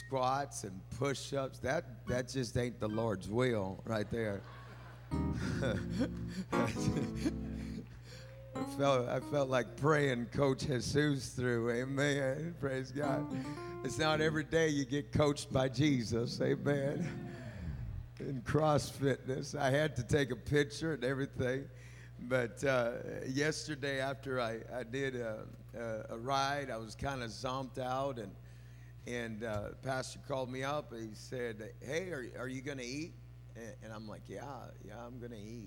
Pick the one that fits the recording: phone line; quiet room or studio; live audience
live audience